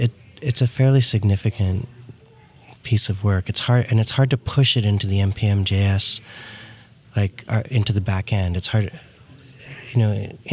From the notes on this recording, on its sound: recorded at Node Interactive 2016